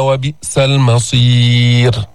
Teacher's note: رققنا الراء لأنه سكنت وقفا وقبلها ياء ساكنة، هذه حفظناها، لما تسكن الراء وقفا وقبلها ياء ساكنة خلص ترقيق.